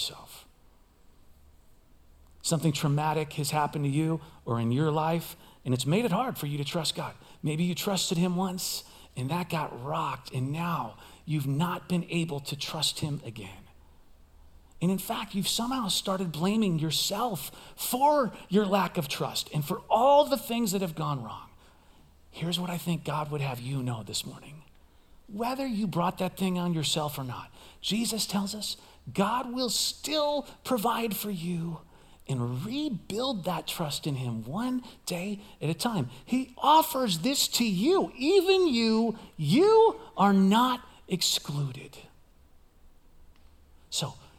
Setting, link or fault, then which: setting, large echoing room